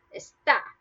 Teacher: If it's está, with the accent mark, or la tilde, over the A, then it means is, like he is, she is, it is, and that means that you stress that last syllable, the A